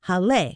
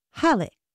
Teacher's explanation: it is pronounced with the stress on the first syllable · Shown in: second take · Halle. So now you know.